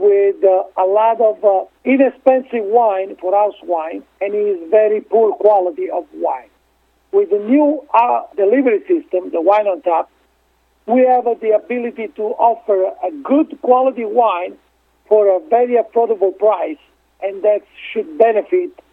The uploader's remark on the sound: called in to SmallCapVoice